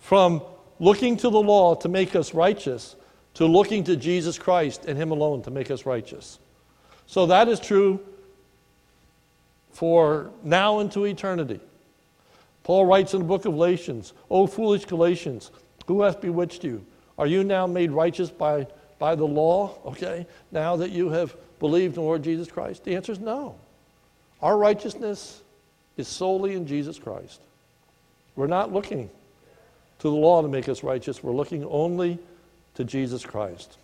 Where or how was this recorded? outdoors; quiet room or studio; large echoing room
large echoing room